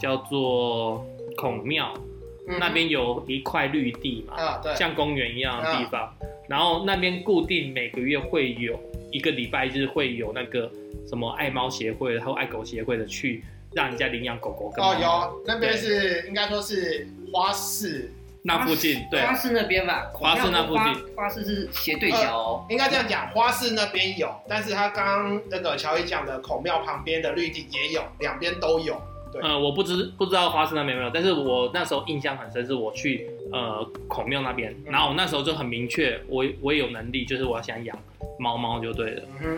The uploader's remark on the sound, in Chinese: 最近有些上傳的驚喜更新大部分是我們早期錄製的!!所以在跟最近錄製的節目會有音質上的落差!!!不接受音質差的朋友可以選擇性跳過。